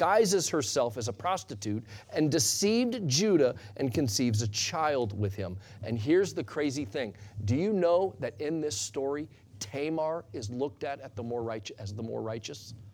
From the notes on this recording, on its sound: Sunday Morning Sermon Audio